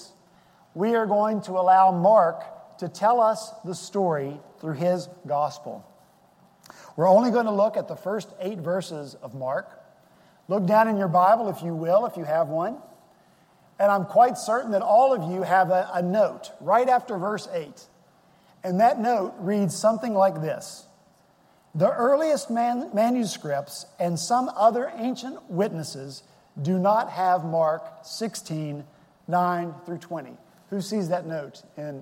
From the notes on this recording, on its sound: Our Easter worship service at Redeemer Presbyterian Church in Charleston, SC